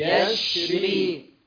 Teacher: صفة التفشي، الشنشانة اللي في الشين